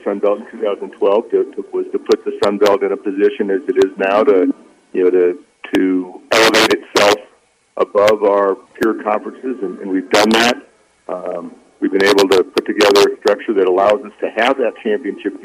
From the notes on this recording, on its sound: Joined over the phone by Sun Belt commissioner.